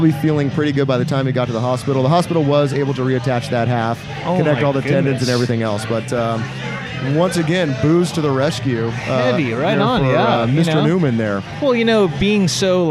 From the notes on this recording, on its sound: Record live at O'Learys Tavern in Ventura for their 2018 Bar Olympics.